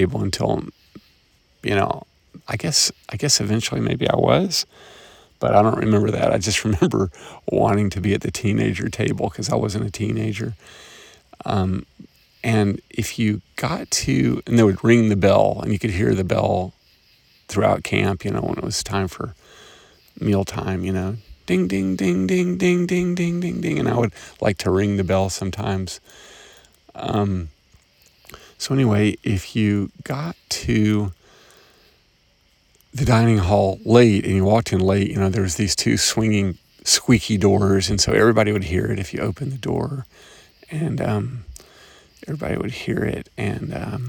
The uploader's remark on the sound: Observations and reflections at 3am, walking around Camp Swann in Grundy County, TN